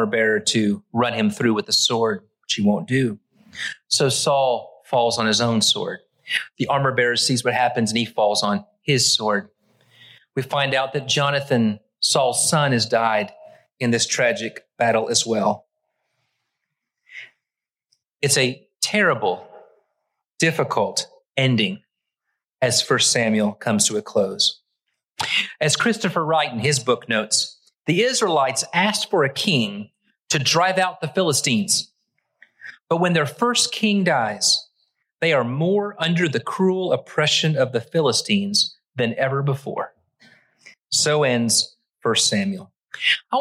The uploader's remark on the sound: Originally preached at the West Side Church of Christ (Searcy, AR) on March 5, 2023.